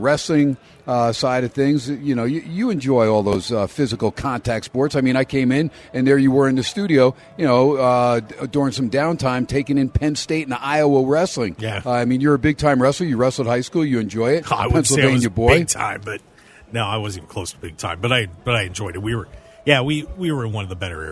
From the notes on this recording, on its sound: "Live" from #SteinersPub in Las Vegas